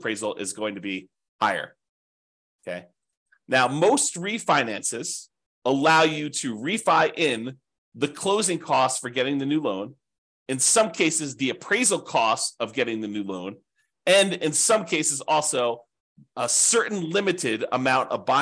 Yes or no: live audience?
no